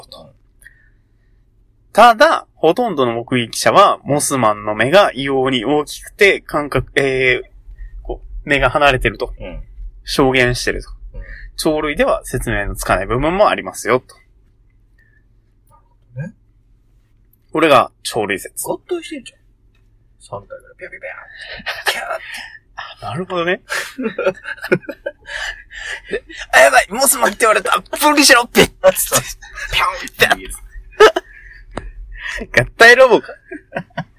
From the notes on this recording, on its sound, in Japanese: 今回車内録音のため音が籠っております。毎度毎度録音環境が安定しなくて申し訳御座いません。